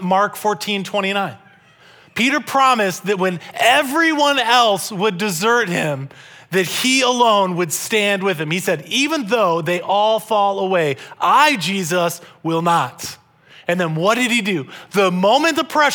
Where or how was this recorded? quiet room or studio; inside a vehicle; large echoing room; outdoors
large echoing room